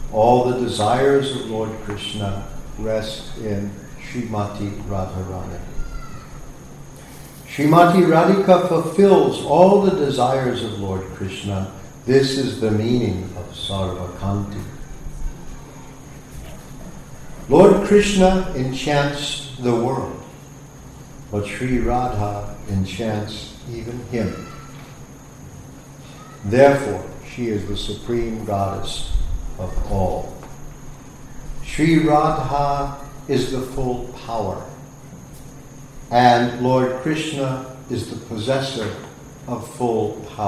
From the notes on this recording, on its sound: Sunday Feast lecture at ISKCON Philadelphia